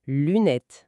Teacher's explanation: La langue vient bien frapper le palais pour le T final. mais l'air le siffle absolument pas pour le S.